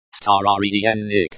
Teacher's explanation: The stress is on the second syllable, старинник.